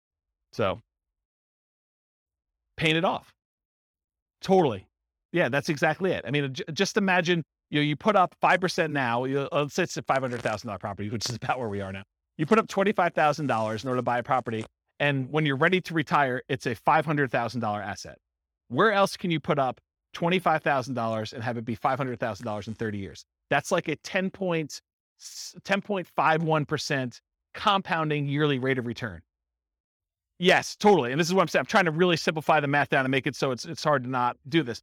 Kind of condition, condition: setting, live audience